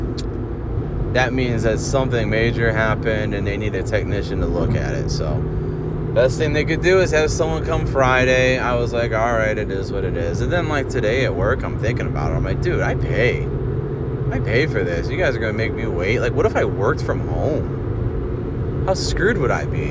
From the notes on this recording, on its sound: Driving while talking episode.